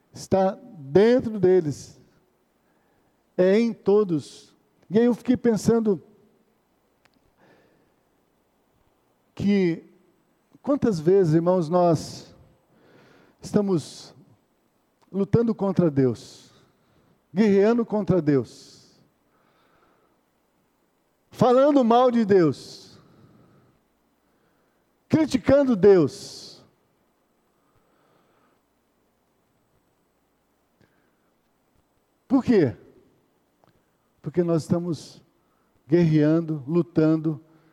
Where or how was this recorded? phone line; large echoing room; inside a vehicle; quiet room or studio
large echoing room